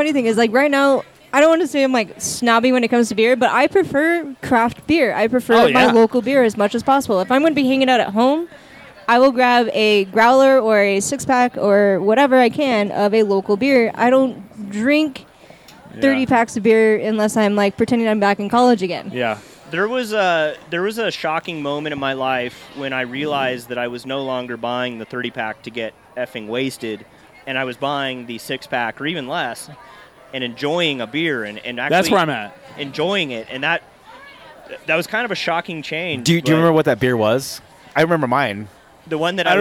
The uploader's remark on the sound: Live from Green Jeans Farmery